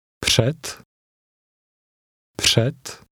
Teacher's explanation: The D ending will sound like a T. Před. Před.